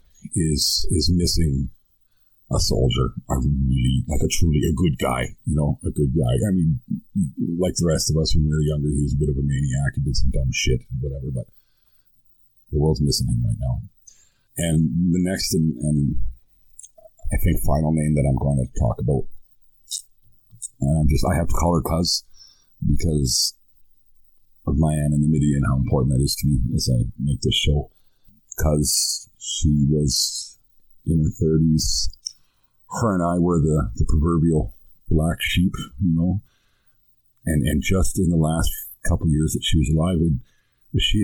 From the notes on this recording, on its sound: The sound is rough, and I've gone back and fix it as best I can. These episodes were recorded on a Windows 7 laptop with no external microphone, and the sound can be annoyingly rough.